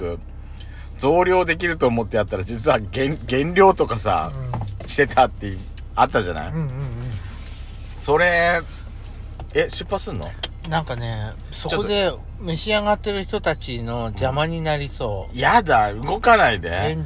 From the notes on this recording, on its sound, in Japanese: パーキング収録